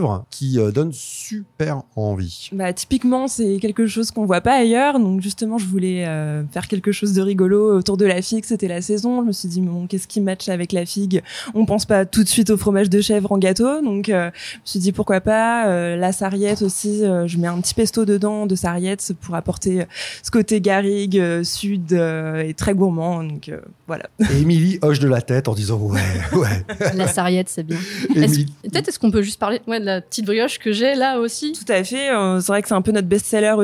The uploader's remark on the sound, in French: Un épisode enregistré dans le salon de pâtisserie Rosemary , rue des hauts Pavés à Nantes.